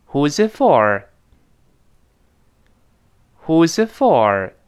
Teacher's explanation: s 代替 whois。后面跟那个 it 连到一块儿呢，那个 whose，那个 z 跟后面 it 连到一块儿，变成 who'sit， who'sit， z 连到一块儿。后面那个 t 失去爆破了，因为后面 for 又是辅音开头嘛，这个爆破音 t 就只做动作，但是没有喷出来